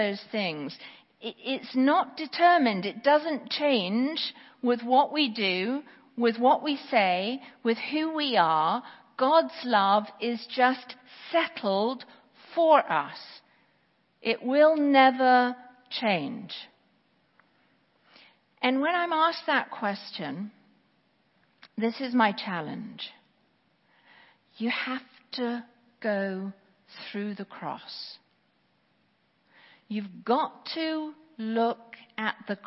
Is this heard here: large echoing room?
yes